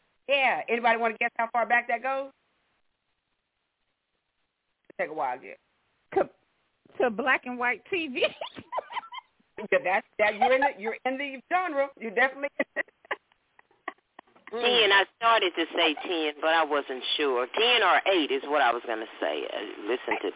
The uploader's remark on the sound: Your phone calls.